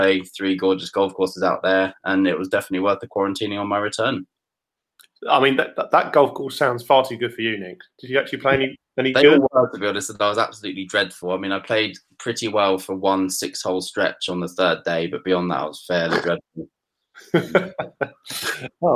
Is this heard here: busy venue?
no